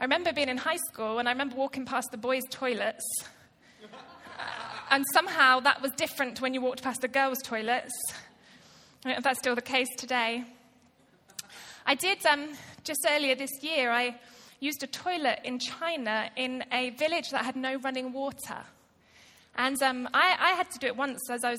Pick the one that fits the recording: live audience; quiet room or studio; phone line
live audience